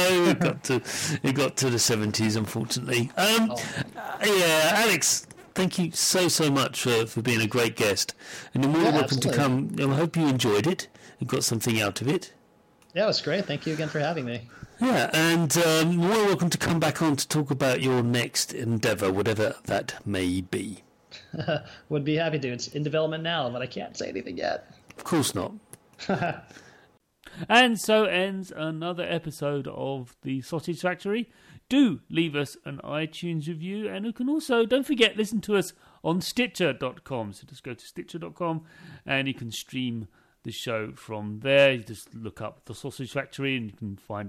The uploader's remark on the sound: Due to an audio fault this episode has a significant amount of distortion. Attempts have been made to repair it to no avail, listen with caution.